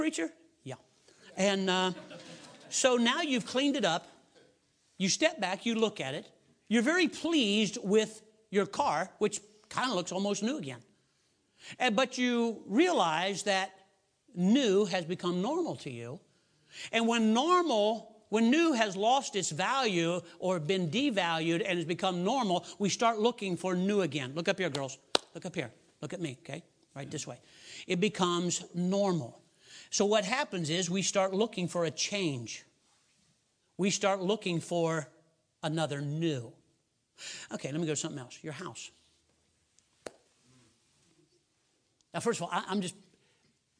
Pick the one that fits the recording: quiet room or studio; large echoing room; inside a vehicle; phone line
large echoing room